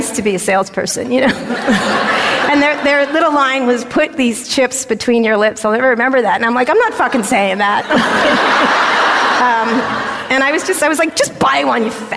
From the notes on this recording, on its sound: From our live show in DC.